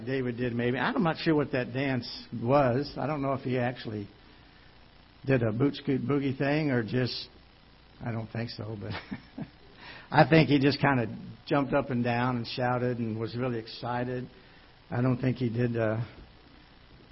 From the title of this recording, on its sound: Ketha Heights Baptist Church ~ Live Broadcast